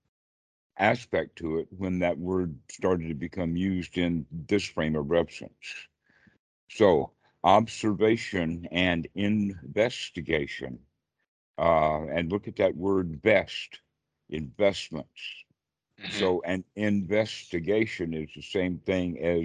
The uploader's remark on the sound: Skype calls on this channel.